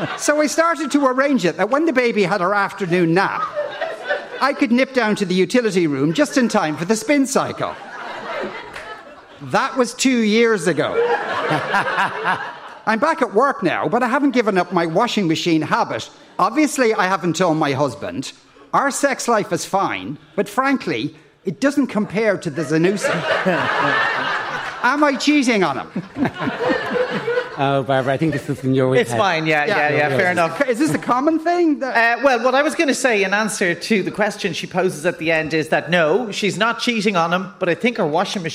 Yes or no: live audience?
yes